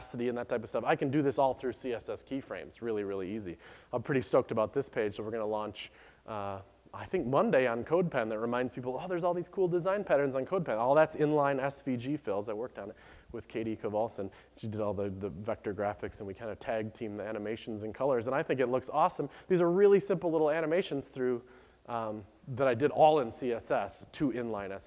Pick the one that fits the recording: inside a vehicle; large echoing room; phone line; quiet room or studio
large echoing room